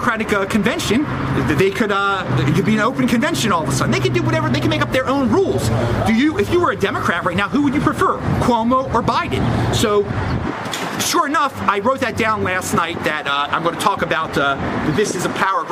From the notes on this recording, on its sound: On the streets of LA! Recorded outside in East Hollywood!